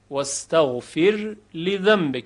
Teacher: یعنی را رو ترقیق میکنیم و ساکن اظهارش میکنیم · Term: وجه اظهار